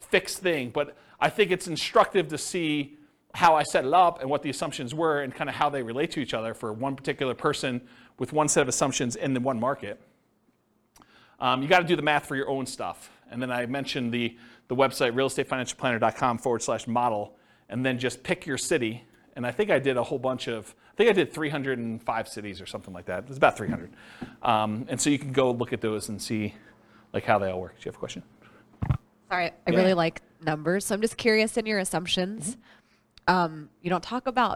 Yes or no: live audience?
yes